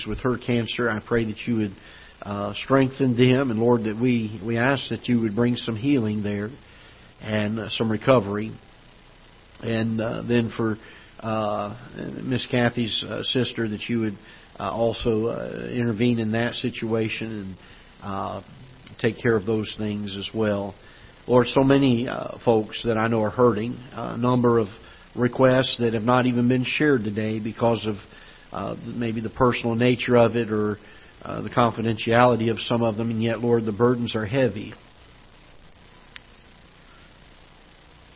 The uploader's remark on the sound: Ketha Heights Baptist Church ~ Live Broadcast